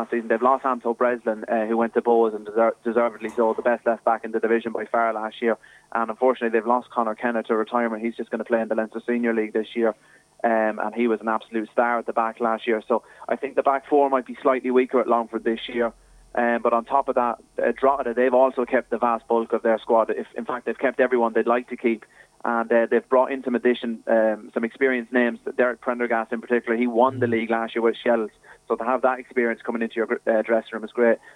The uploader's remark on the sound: joined us on the phone